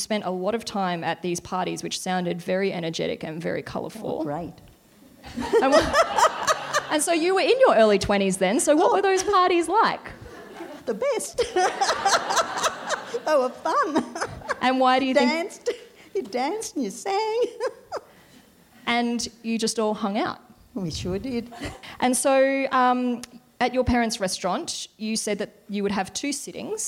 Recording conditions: live audience